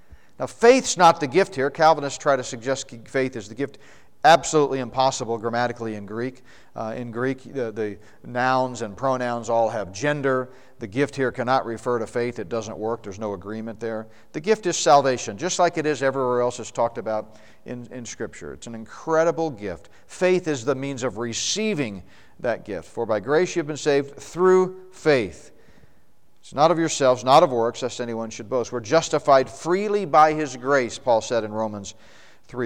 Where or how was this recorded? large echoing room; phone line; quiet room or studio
large echoing room